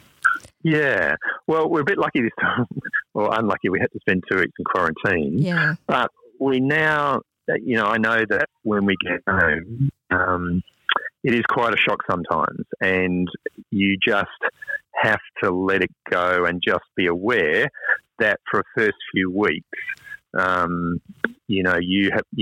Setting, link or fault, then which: link, phone line